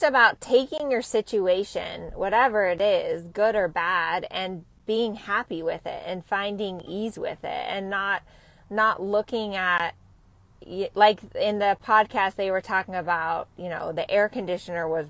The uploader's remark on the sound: Temecula Truckcast! This week went live from my truck in Temecula.